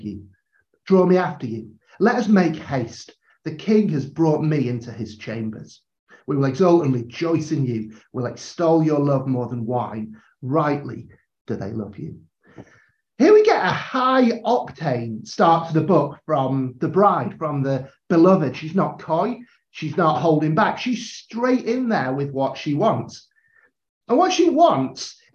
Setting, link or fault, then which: link, video call